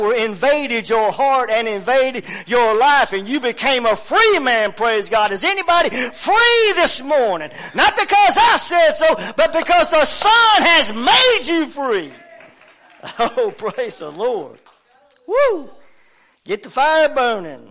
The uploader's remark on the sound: WELCOME TO OUR LIVE SERVICE. Family Worship Center in Athens Tennessee. Stream our music live over the internet.